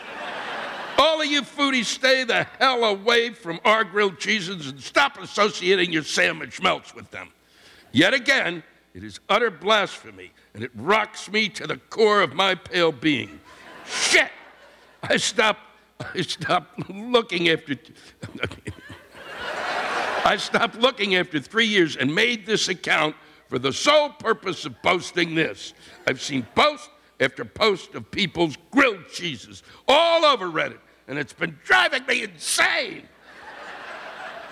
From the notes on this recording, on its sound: This week’s live rants come from the Hippodrome Theater in Baltimore, Maryland.